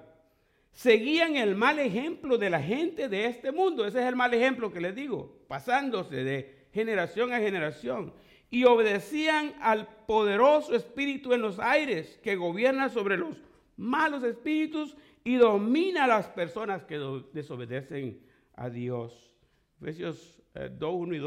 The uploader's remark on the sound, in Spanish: Fue grabada en en vivo desde iglesia IBSA en Santa Ana California.